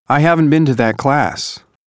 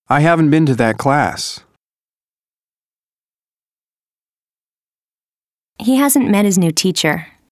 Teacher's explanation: Listen to how the sound t of the negative contraction disappears in natural speech. · Term: Sound reduction